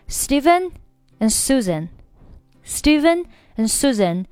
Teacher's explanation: 其实 and 这个单词我在读的时候，它的音非常地弱，几乎是把它弱化掉了